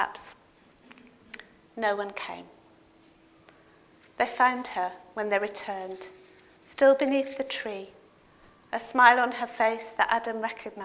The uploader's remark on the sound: Audio Podcast of morning service.